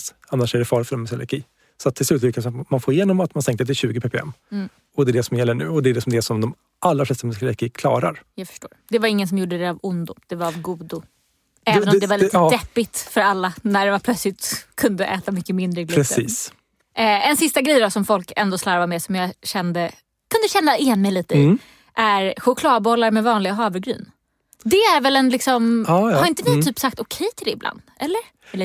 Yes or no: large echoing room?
no